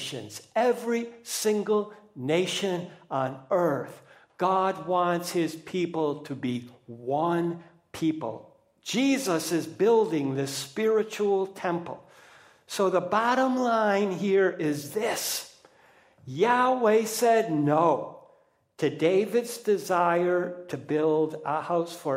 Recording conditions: large echoing room